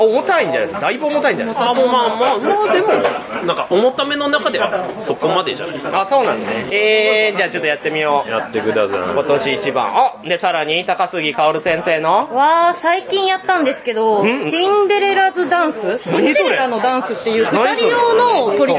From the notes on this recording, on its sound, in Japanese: 店内収録のため、騒音雑音が激しく入っております。